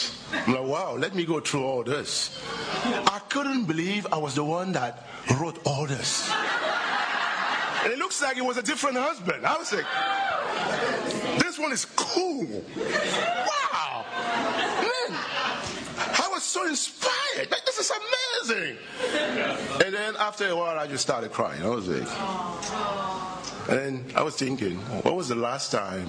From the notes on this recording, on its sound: at the European Missions Conference